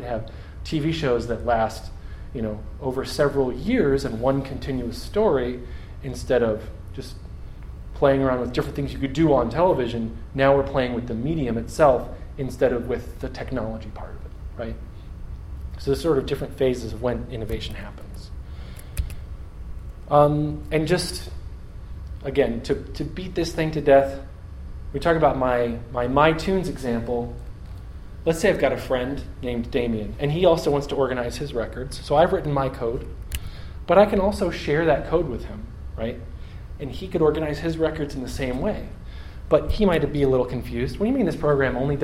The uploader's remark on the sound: Audio from a talk I gave on January 16th, 2015